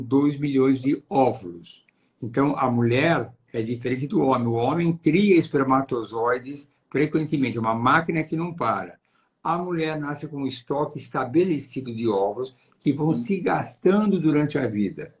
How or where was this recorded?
video call